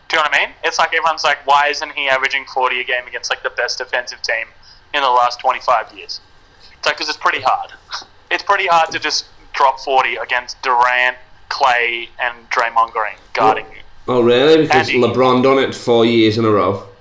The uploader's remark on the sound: This week we have our first call in guest